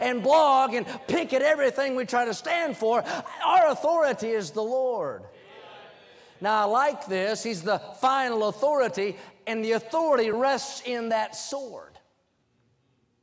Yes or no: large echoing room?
yes